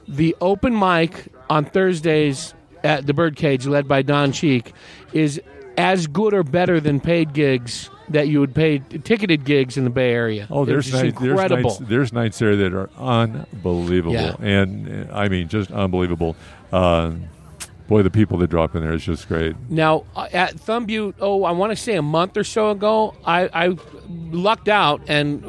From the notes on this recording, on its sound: Recorded on the patio at Big Daddy E’s BBQ. This episode was recorded at Big Daddy E’s BBQ & Catering.